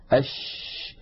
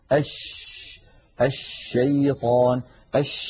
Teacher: التفشي هو انتشار صوت الشين من مخرجه، يعني من وسط اللسان، حتى يصطدم الصوت الخارج بالصفحة الداخلية للأسنان العليا. أش لما نقول أش يبدأ صوت الشين من مخرجه، يعني من وسط اللسان، ثم يتابع الصوت خروجه فيصطدم بالصفحة الداخلية للأسنان العليا، فينشأ عن هذا العمل كله انتشار لصوت الشين في أرجاء الفم ويتابع خروجه خارج الفم.